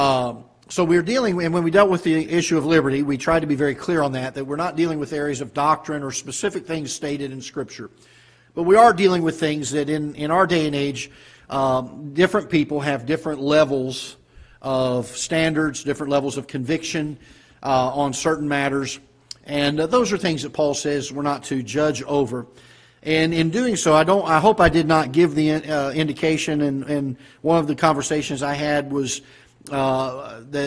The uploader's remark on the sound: Ketha Heights Baptist Church ~ Live Broadcast